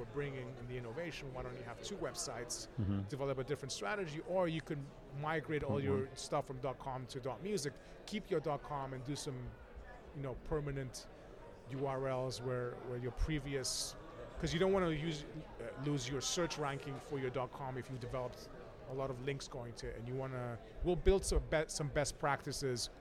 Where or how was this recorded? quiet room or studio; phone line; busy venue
busy venue